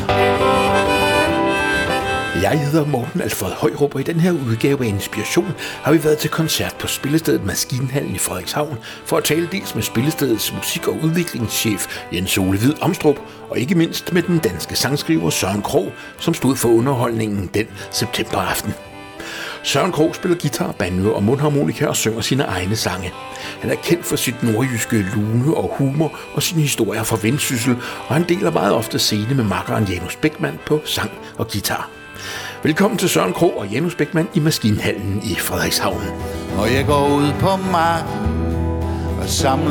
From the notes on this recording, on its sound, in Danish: Live fra Maskinhallen i Frederikshavn